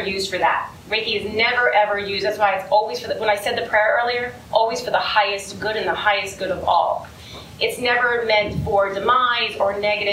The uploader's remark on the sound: Todays episode is from a recent live event. There were 150 women who attended. Due to the nature of the live event, the recording may not be as clean as usual.